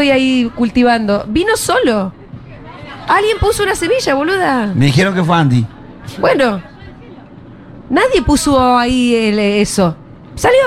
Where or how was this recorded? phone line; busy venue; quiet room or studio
busy venue